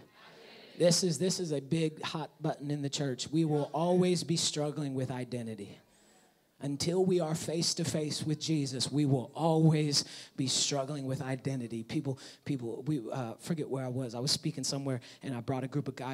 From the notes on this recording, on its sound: Preached in 2019 at All Nations Worship Assembly San Bernardino.